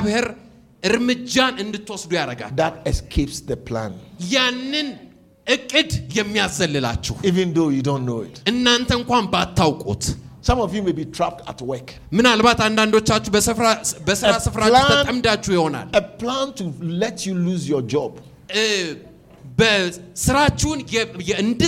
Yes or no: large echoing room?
yes